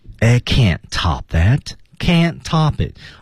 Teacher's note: 两个 can't 全是失去爆破，最后的字母 T 不发音啊